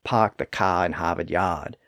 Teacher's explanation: that tendency to drop the R sound after a vowel in parts of New England · Term: non-rhotic accent